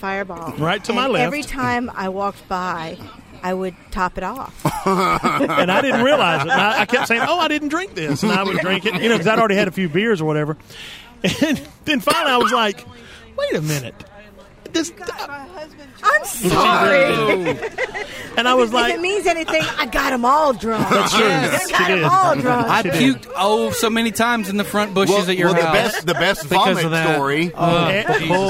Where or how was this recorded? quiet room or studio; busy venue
busy venue